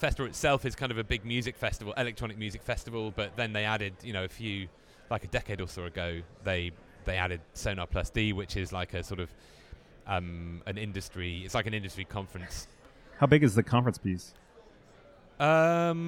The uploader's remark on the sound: Endlesss is a finalist at Midemlab, the annual pitch competition launched the likes of SoundCloud, KickStarter, Soundcharts, and The Echo Nest. Recording interviews on the spot in Cannes!